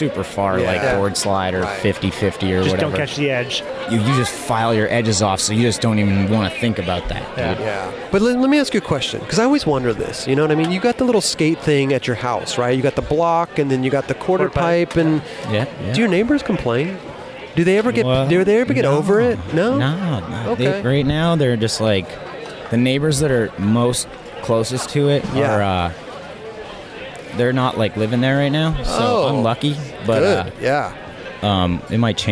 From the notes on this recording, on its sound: We were on location at the Diamond Supply Co & Thrasher Magazine’s Halloween Hellride.